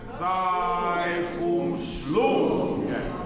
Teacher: Put an accent on schlung, maybe a tenuto there.